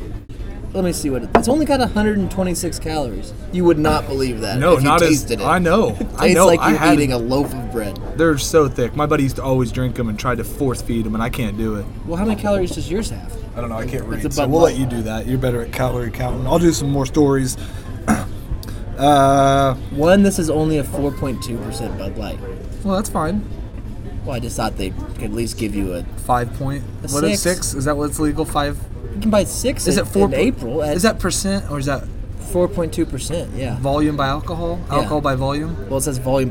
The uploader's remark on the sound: Live from Applebees